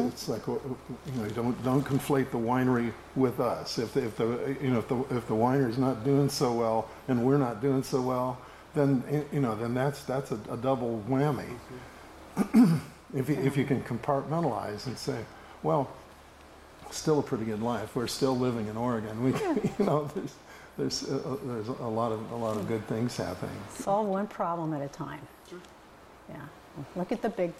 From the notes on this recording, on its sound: This video contains a bit of static audio.